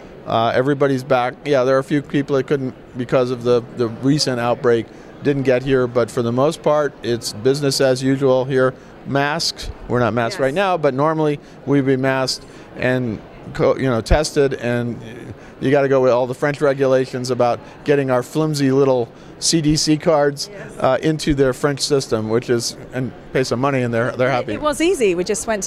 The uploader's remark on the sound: at last month’s ILTM Cannes